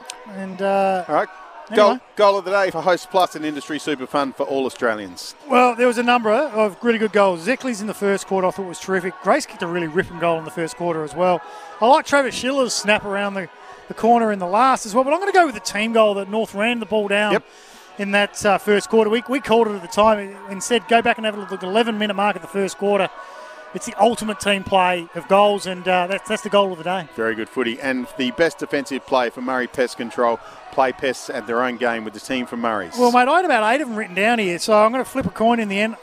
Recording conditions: busy venue